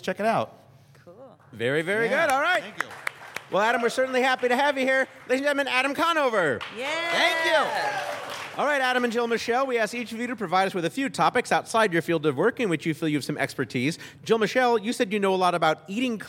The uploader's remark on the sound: The show was recorded at the The Angel City Brewery in Los Angeles. The show was recorded at the The Angel City Brewery in Los Angeles.